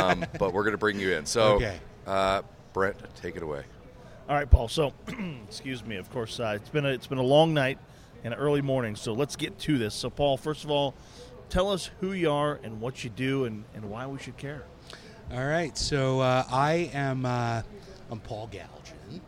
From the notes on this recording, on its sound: Joins us live on Day 4 of Dell EMC World in Las Vegas for an extra immersive recording The Hot Aisle.